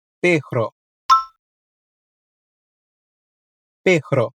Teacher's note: Se liga na pronúncia do R, que ele é mais vibrante